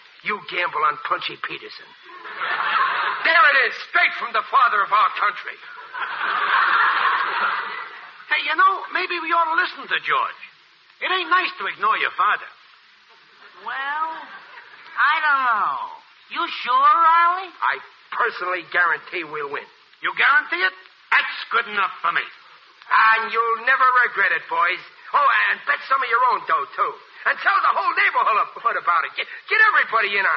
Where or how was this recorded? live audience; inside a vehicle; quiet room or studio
live audience